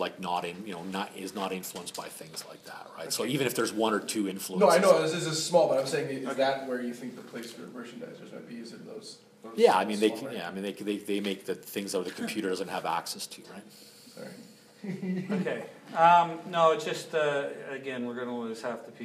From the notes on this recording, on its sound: Recorded at LEx Toronto LC LExLunch on May 10, 2017.